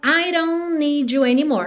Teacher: A gente também não tá ouvindo T de don't, consoante oclusiva fechando a palavra